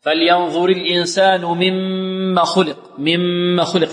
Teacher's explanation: نعم، نشدد الميم الثانية. والميم المشددة بغنة أكمل